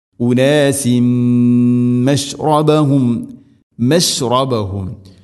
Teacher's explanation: തൻവീനു ശേഷം മീം ഇദ്ഗാം ബിഗുന്ന, തൻവീനിനെ മീമിലേക്ക് കൂട്ടിലയിപ്പിച്ച് മണിച്ചുകൊണ്ട് ഉച്ചരിക്കണം.